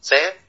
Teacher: ولو ضبط نطق حرف التاء من مخرجه الصحيح ما قرأه بلحن، يعني هو معنى أنه بيقول تا، يبقى كده هو بيبعد عن أصول الثنايا لغاية الأسنان، بيخلي طرف لسانه يلمس السنان مش أصول الثنايا